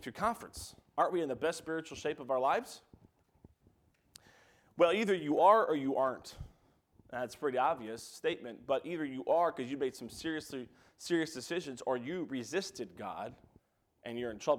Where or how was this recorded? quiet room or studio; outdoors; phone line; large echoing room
large echoing room